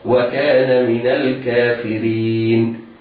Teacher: نتخلص من التقاء الساكنين بفتح النون